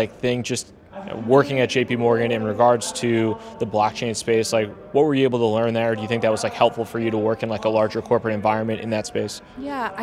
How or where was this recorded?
busy venue